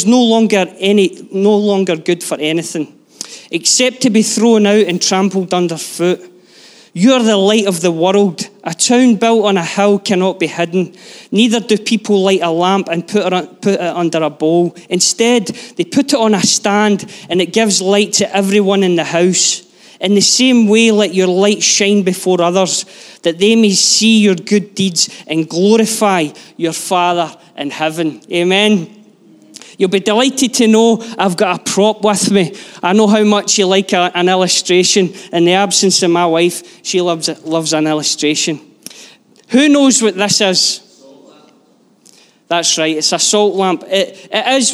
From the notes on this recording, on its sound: Live from our Sunday gathering